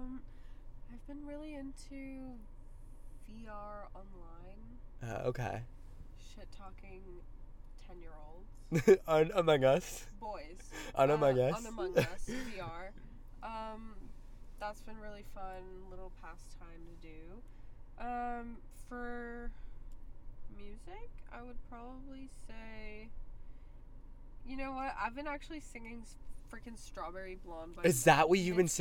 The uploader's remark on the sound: The lights go out and we are in our car.